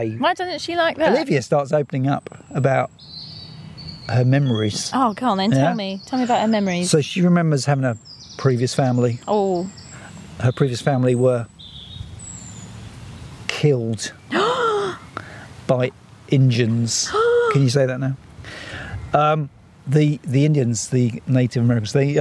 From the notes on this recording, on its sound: a hot summer's ramble near Piddington with sheeps